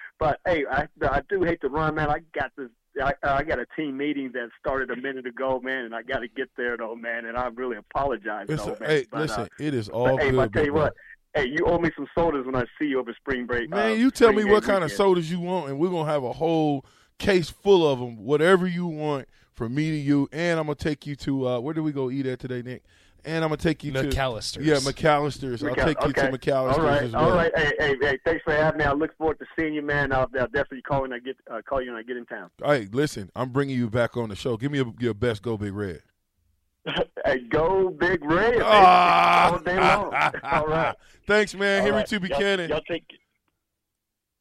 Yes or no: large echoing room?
no